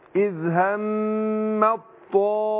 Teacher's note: صوت الطاء الاستعلاء والإطباق اللي في الطاء